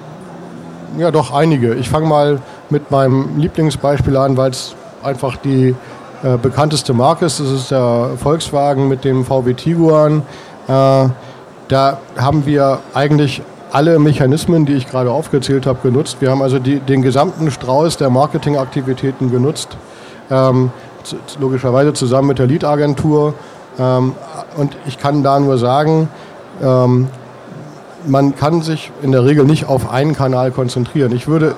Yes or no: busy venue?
yes